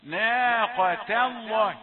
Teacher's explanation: أيضا لفظ الجلالة مفخم، ليه؟ لأن قبله فتح